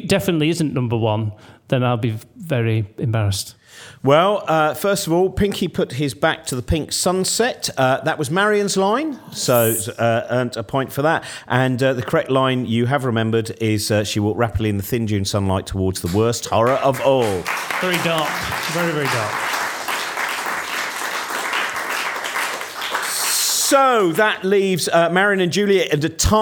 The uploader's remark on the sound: Hosts this lovable game of literary fakery from Brighton's Marlborough Theatre.